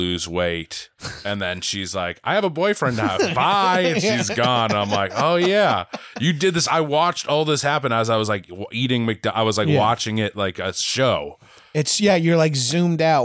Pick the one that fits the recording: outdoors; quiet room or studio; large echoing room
quiet room or studio